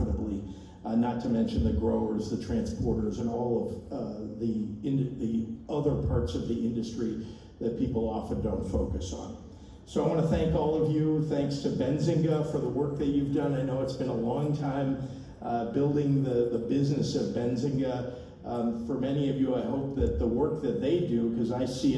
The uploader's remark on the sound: Entire speech at Benzinga 2023. Recorded 9/28/23 in Chicago, IL.